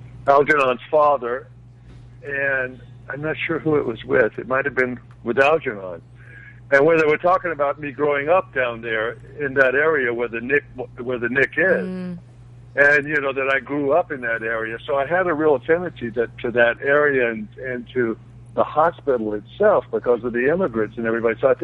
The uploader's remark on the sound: Joining the conversation is special call in guest.